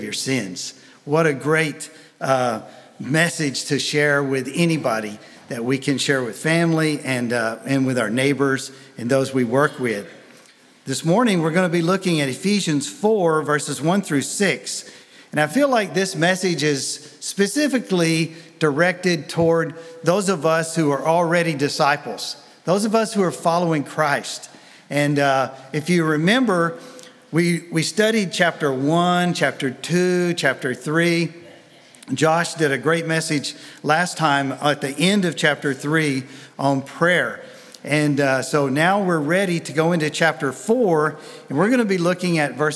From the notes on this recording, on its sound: Sunday Message recorded 05 February 2023